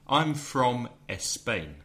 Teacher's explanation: Many people, obviously in Spanish, it's España because it has the E at the beginning. But even when Spanish speakers say Spain in English, they put an E at the beginning